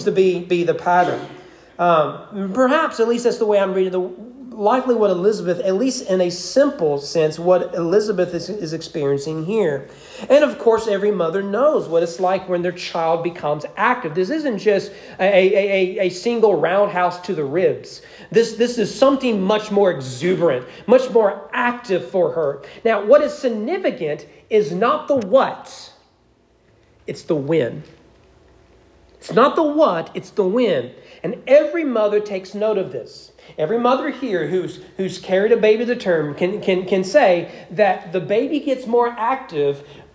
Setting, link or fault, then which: setting, large echoing room